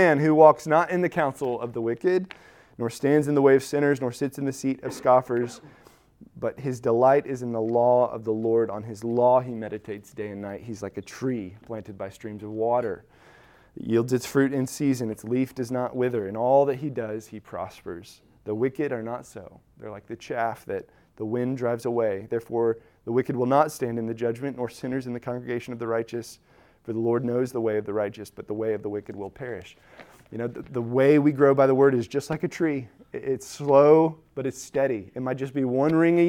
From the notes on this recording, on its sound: Recorded at Emmaus Church in Buford, GA.